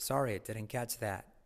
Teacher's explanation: La T de that casi no se dice.